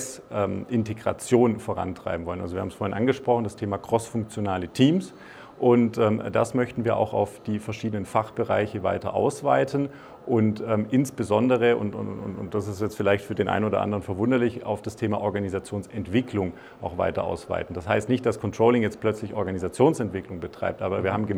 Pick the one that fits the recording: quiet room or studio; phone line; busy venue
busy venue